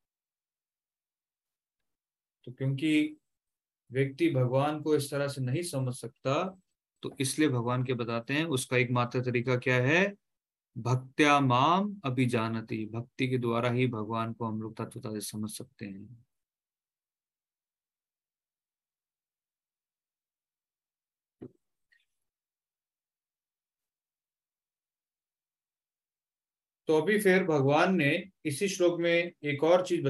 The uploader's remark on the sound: Zoom recorded class